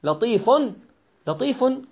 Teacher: آخره ضمة ويقرأ بعد الضمة نون، لطيف، نون ساكنة، لا يجوز لك أن تكتب النون، هذه تنوين، نون ساكنة زائدة، تستطيع أن تعبر عنها بوضعك ضمة أخرى فوق الضمة الأولى، لطيف.